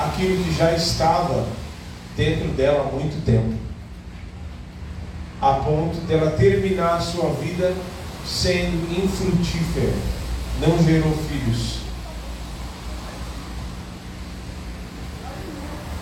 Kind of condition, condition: setting, large echoing room